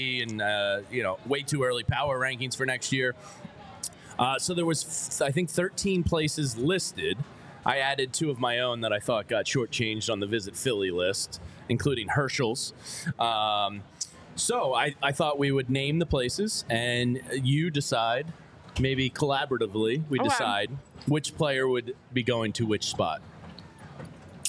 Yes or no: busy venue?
yes